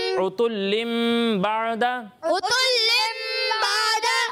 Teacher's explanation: میم ساکن سے بدل دینا ہے اور غنہ بھی کرنا ہے